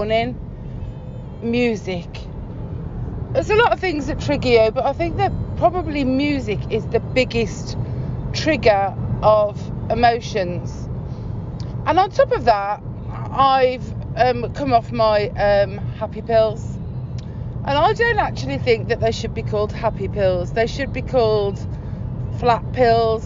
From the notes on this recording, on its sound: This is a very raw podcast - it's something i recorded (safely) during a car journey.